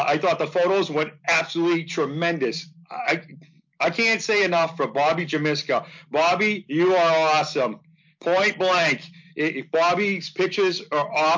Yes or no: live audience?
no